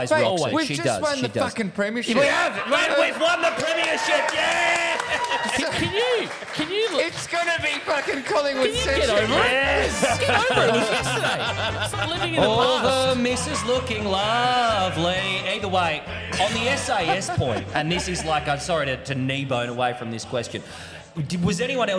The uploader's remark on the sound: We broadcast LIVE from the baysie bowls club, heartland of the SRHL. In front of HORDES OF RAVENOUS FANS.